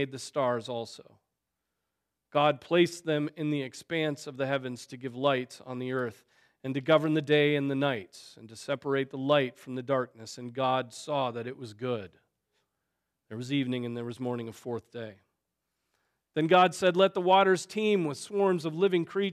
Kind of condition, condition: setting, large echoing room